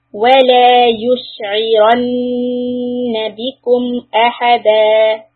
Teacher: hold the noon but don't stretch the fatha.